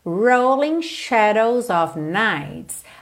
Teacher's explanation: aqui em rolling a gente enrola a língua no R, ok? Mesmo sendo inglês britânico, porque esse R está no início da palavra antes da vogal, então a gente não tem mesmo outra possibilidade.